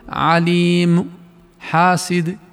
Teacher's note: نقف عليها بالروم بالنطق بثلث حركتها الأصلية نطقا خفيا، ولا يكون الروم هذا إلا للضم أو الكسر فقط، ومثله تنوين الضم والكسر، مثل عليم حاسد، هذا تنوين ضم تلوين كسر.